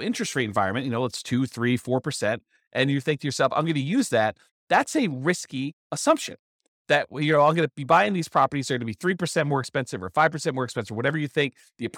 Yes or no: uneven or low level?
no